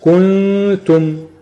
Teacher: كنتم بتخرج من الكاف على الغنه على طول، ما بتجيبش مد · Term: الإخفاء